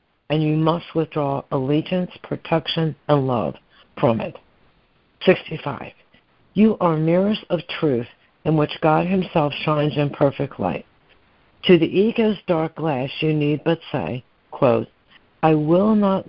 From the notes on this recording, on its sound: ACIM Daily Conference Call.